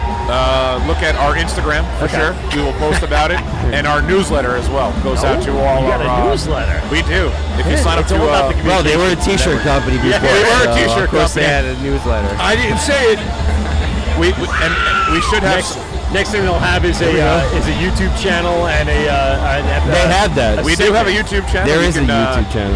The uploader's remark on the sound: LIVE from the Blue Point Cask Ale Fest held at Blue Point Brewing in Patchogue, NY. Enjoy this unique and massive festival.